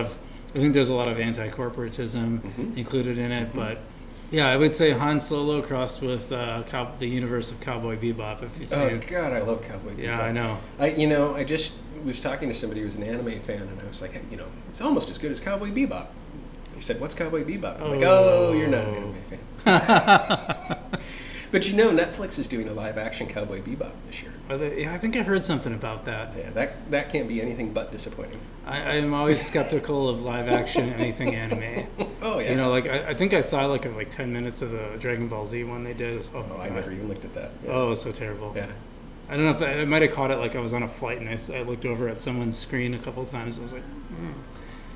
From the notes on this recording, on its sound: Live at Daly's.